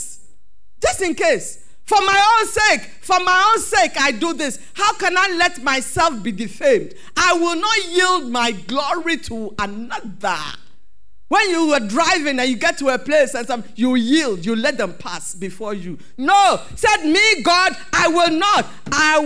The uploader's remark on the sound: Sermon preached at CBC Shiashie Campus